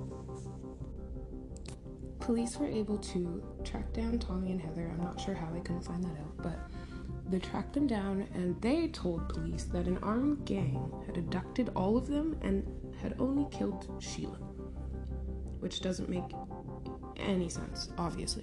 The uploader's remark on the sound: Don't mind the background noise, it's my family lol